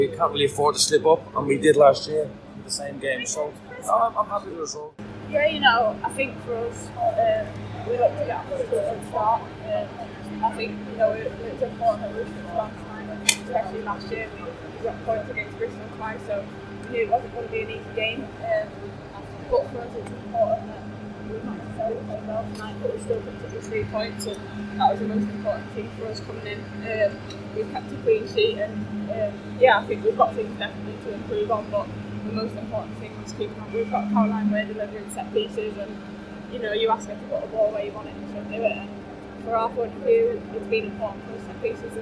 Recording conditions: poor sound quality